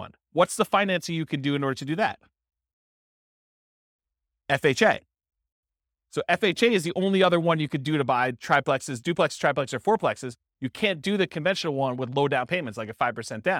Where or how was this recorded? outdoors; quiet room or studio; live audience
live audience